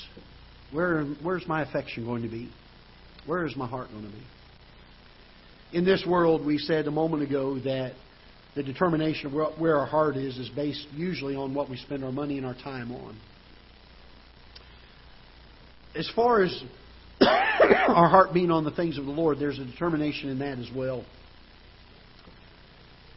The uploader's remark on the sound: Ketha Heights Baptist Church ~ Live Broadcast